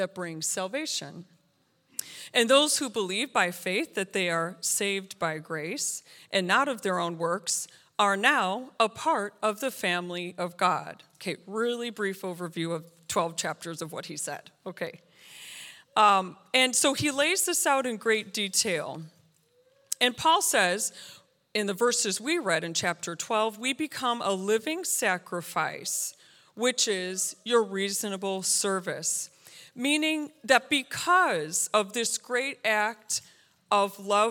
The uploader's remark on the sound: This JAT was recorded live on July 3rd, 2022 at Newark United Pentecostal Church.